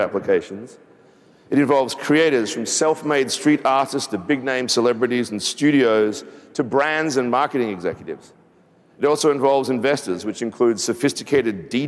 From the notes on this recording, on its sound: A Consensus 2023 panel